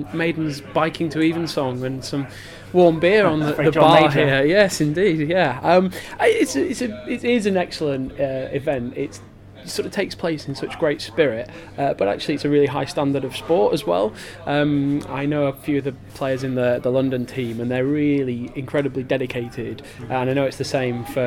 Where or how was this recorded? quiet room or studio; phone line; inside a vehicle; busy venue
busy venue